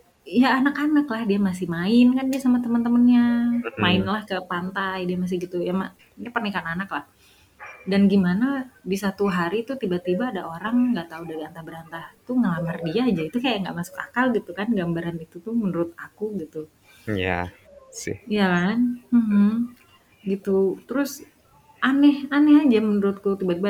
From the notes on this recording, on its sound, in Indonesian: Maaf untuk backsound yang agak ribut karena rekaman di ruang terbuka.